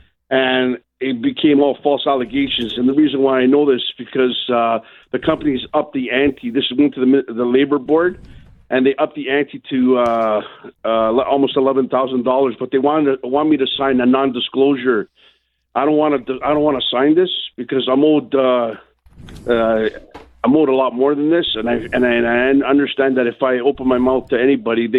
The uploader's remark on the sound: answering your phone calls on today's episode of the Employment Law Show